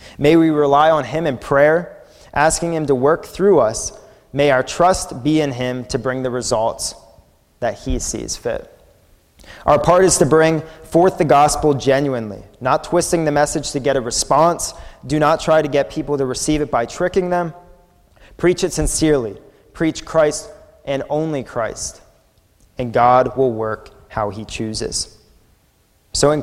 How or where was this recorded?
large echoing room